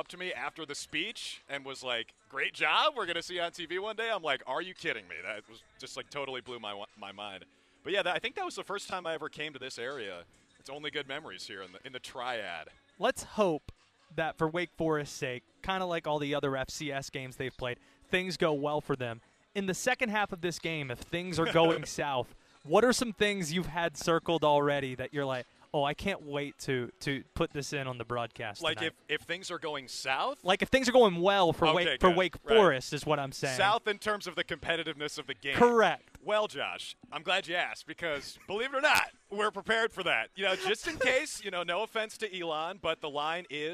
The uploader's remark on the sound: live from Allegacy Stadium